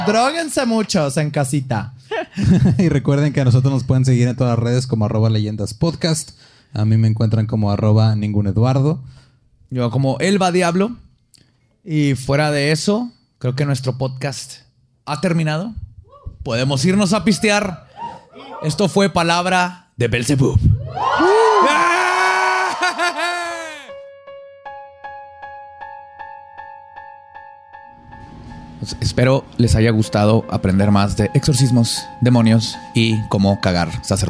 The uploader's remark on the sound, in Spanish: en vivo